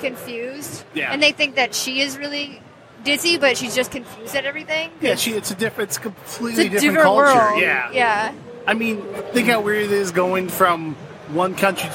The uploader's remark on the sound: Live at Motor City